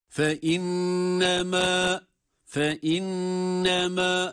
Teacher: Fe inneme derken nun şeddeli tutmamız gerekiyor.